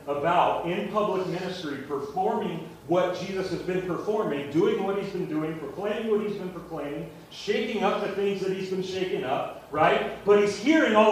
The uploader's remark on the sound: Sorry about the audio quality